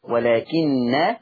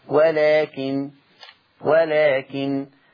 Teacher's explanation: طب يا ورش لما تقف هتبقى النون مخففة بس مفيش غنة · Shown in: second take